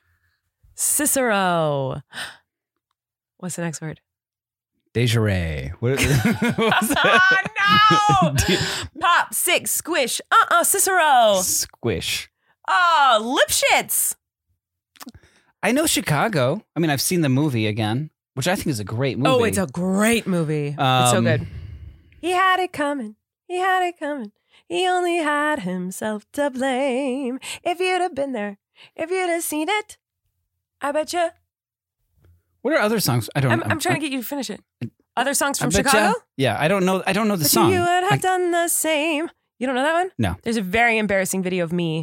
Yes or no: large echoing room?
no